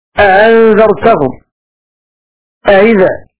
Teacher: باب الهمزتين من كلمة، قرأ ابن كثير بتسهيل الهمزة الثانية بدون إدخال هكذا نحو أأنذرتهم أئذا أنزل.